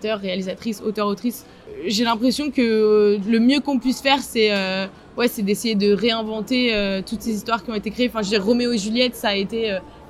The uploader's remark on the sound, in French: Épisode réalisé lors du Rose Festival 2023.